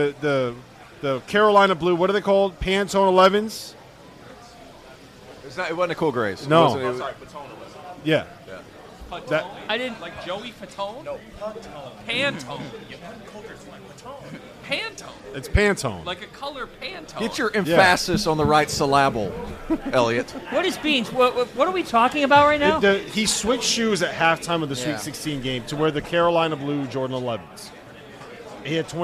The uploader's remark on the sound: FIELD OF 68 LIVE! From Gordon Biersch!